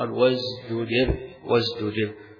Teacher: وازدجر يقال فيها ما يقال فيما قبلها، أصلها وازدجر استجر. إذا هنا التاء بعدها الجيم صعب، واحدة مهموسة والثانية مجهورة، فلذلك عبر بواحدة بين الاثنين تعطي المعنى ويكون سهلة في النطق.